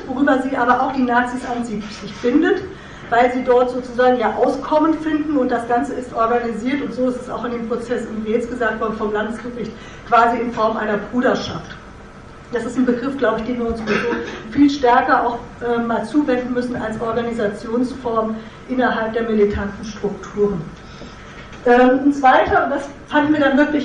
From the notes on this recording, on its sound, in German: Mitschnitt der Veranstaltung vom 21.11.2014 im frei*raum in Passau